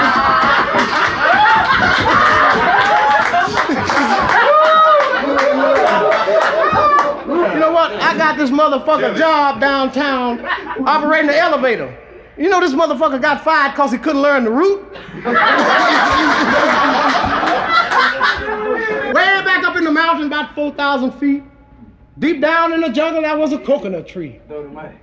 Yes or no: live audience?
yes